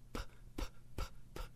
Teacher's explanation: O P é a mesma articulação da boca p, p, que o B, né? Mas sem vibrar a garganta. Então, faz o P aí.